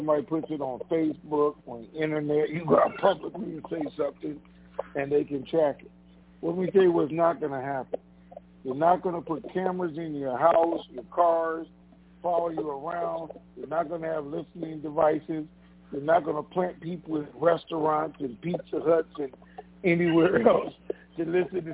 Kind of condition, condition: link, phone line